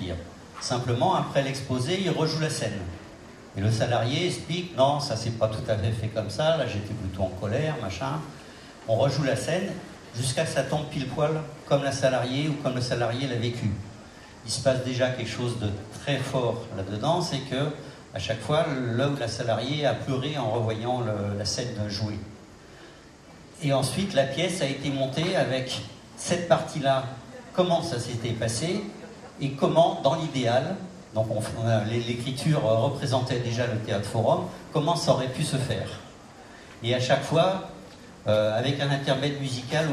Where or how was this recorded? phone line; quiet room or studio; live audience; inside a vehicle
live audience